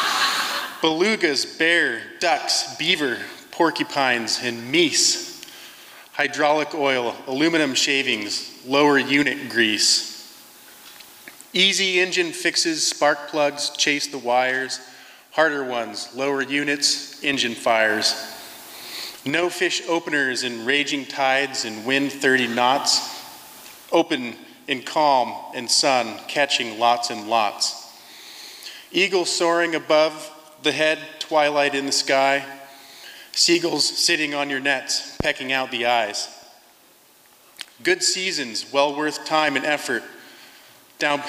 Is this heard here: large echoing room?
yes